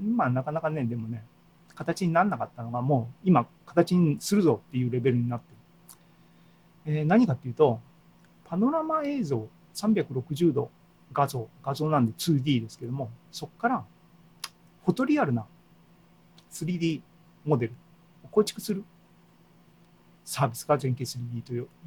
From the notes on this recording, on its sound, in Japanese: ２０２２年８月３１日に開催した ZOOMライブの模様です。